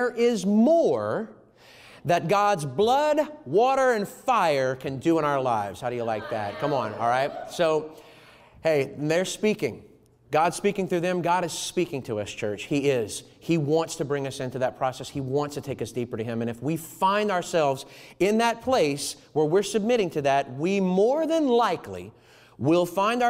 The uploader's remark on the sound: Was recorded on Sunday, March 7th, 2021, during service at The Anchor Church in Rockport, Maine.